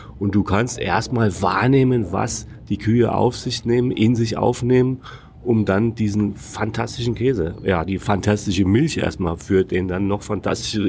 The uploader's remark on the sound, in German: Wir gehen mit dir durch das Maison du Gruyères in Pringy-Gruyères, berichten über die Schaukäserei. Du bekommst live mit, wie wir im Restaurant typische Käsegerichte.